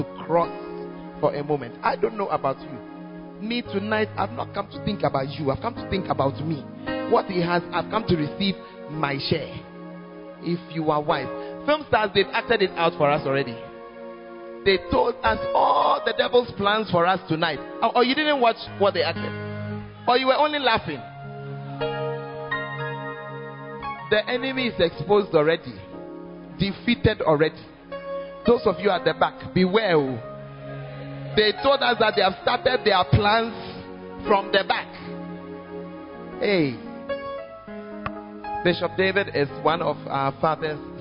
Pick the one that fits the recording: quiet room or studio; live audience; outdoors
live audience